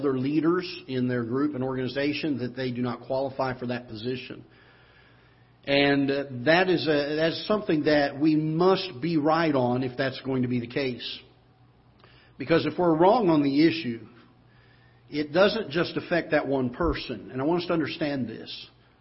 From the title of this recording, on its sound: Ketha Heights Baptist Church ~ Live Broadcast